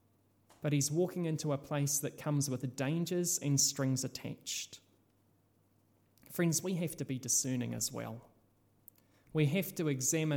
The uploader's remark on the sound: This sermon was originally preached at Holy Trinity in Richmond.